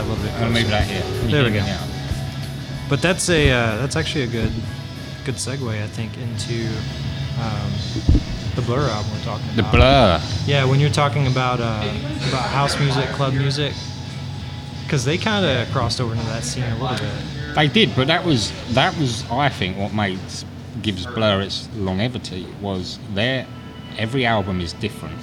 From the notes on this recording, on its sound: In our first of many field recordings, we travel to Louisville, Kentucky. This episode was recorded onsite at Haymarket Whiskey Bar who were gracious enough to let us sit in and record.